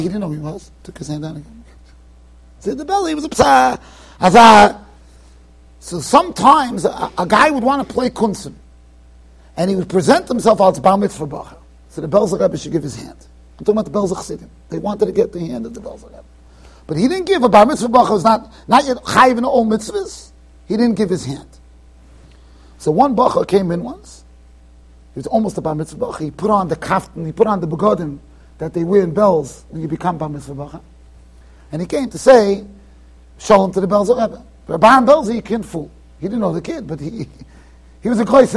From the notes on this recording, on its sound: Shiur recorded in Yeshivas Ohr Reuven, Monsey NY.